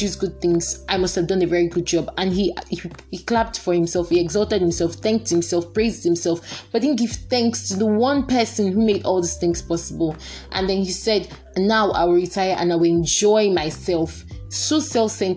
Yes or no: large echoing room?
no